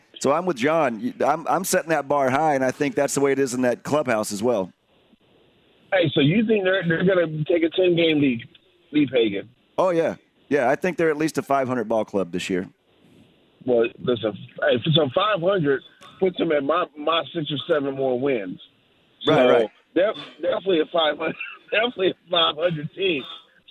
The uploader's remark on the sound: live this Friday from Walk Ons